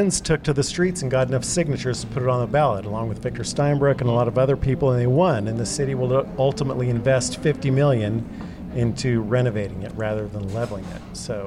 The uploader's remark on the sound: Virginia Inn in Pike Place Market. Recorded live at Virginia Inn on 04/19/2023.